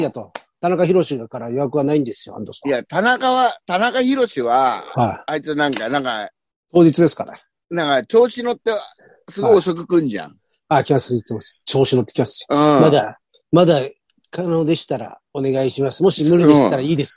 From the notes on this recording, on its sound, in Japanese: ZOOMで収録